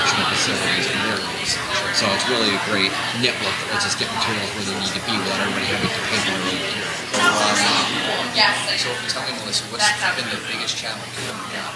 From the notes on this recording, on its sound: Welcome to our New York Library Association Conference Episode. This is our second year podcasting from the conference.